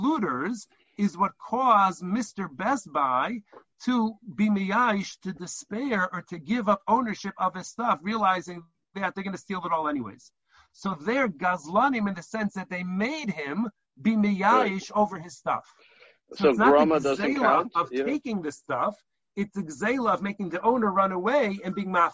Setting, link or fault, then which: link, video call